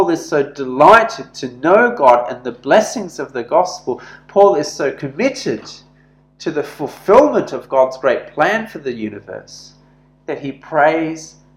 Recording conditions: large echoing room